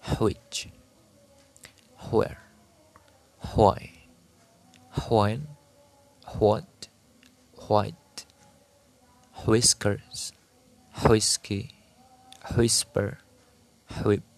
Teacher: We should round our lips and blow out, making a voiceless sound.